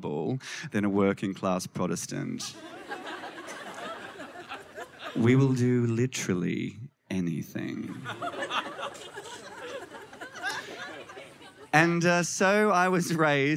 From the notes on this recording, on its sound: as part of SPUN, a live storytelling night based in Darwin